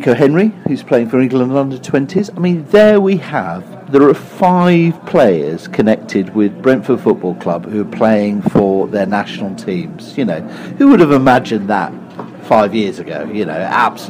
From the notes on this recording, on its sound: The Beesotted crew were in fine mood at The Prince Blucher pub on Twickenham Green.